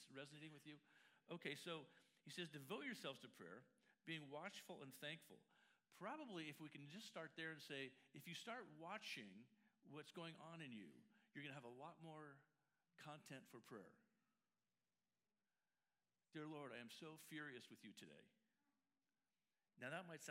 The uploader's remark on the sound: La Jolla Community Church held two services on Sunday. The following is a recording from the 10:45 am service.